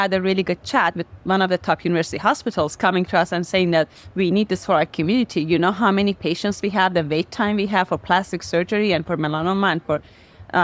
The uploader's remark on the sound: Recorded at HLTH. HLTH 2023 Las Vegas, Feature Episode. Attends HLTH 2023 in Las Vegas with over 10,000 attendees to speak with industry experts and thought leaders.